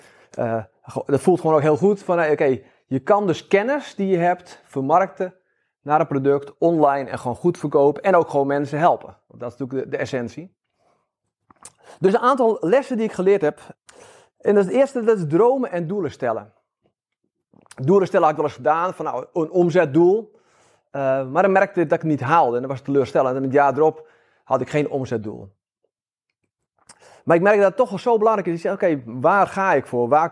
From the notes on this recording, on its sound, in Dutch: Dit is een opname van een live sessie met klanten.